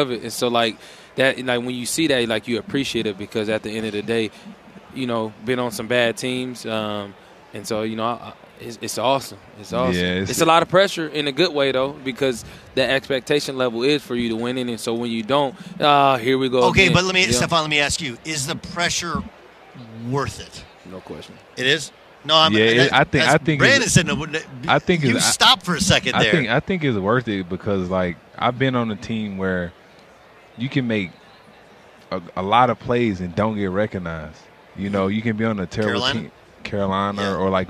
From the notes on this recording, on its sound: on Radio Row at Mandalay Bay in Las Vegas